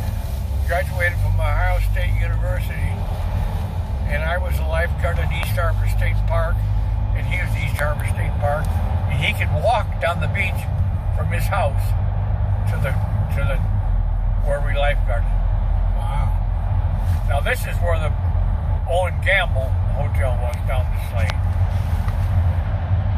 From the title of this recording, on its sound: Catawba Island Driving Tour